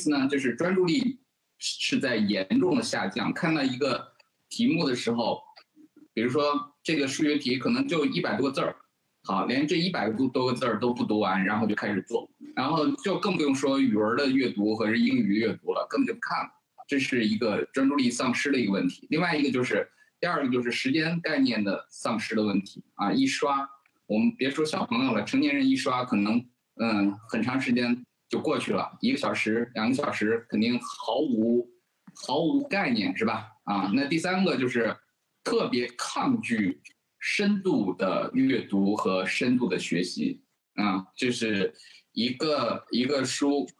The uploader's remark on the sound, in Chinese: 进行了北京、天津、海南三地连线，采用网络录制，请大家原谅我们本期的音质。